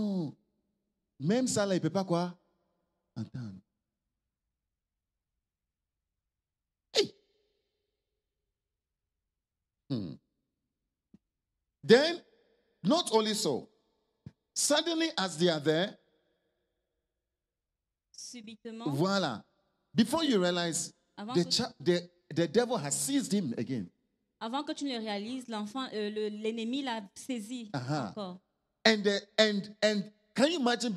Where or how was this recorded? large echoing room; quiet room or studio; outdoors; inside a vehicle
large echoing room